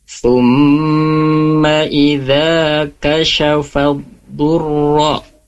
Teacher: idza itu mad tabi'i dibaca dua harokat